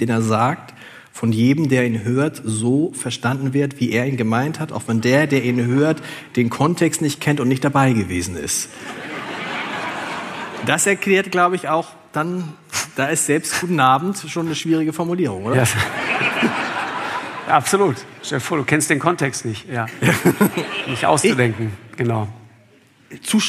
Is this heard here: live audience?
yes